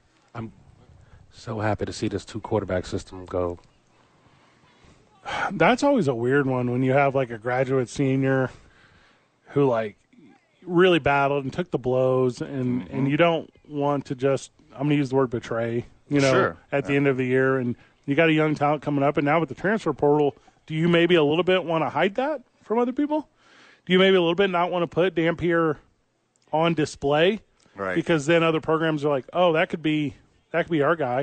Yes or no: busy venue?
yes